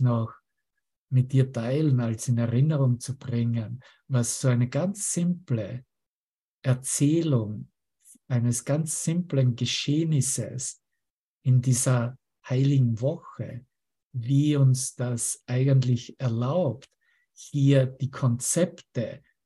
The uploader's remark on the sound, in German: Zoom-Session. Veranstaltet von der Aleph Akademie.